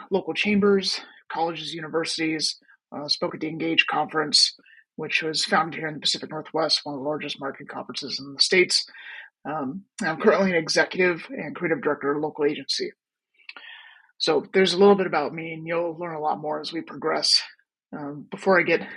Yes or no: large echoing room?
no